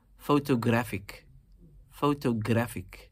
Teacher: You're emphasizing the third syllable in this particular case.